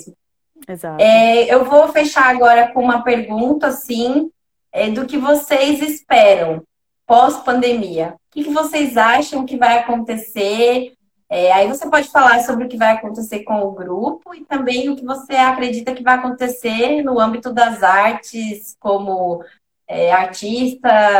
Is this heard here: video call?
yes